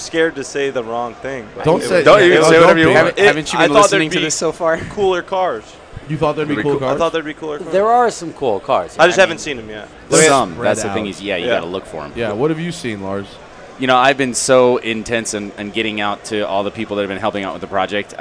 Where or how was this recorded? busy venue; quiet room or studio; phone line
busy venue